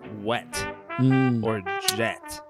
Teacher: J and W illustrate this. Both are produced without much of a constriction in the vocal tract, so phonetically they seem to be vowel-like. · Term: approximants